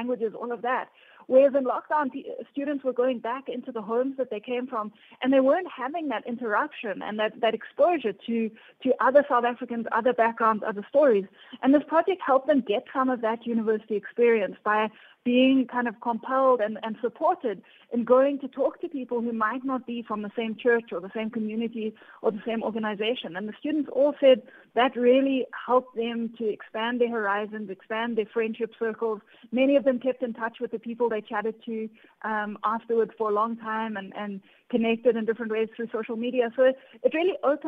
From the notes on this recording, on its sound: Guest on the line